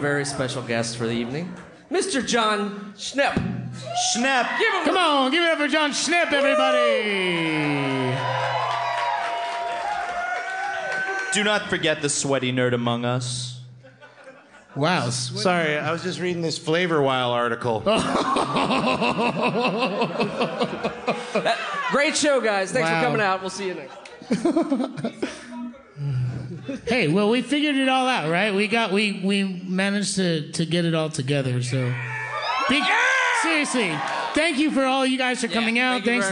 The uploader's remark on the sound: Get your ears ready for this LIVE episode direct from Brooklyn New York!